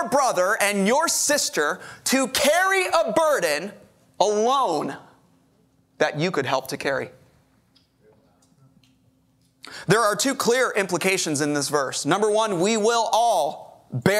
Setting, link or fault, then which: setting, large echoing room